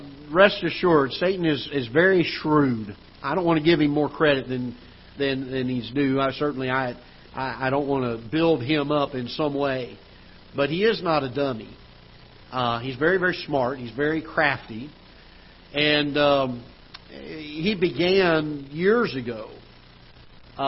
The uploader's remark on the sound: Ketha Heights Baptist Church ~ Live Broadcast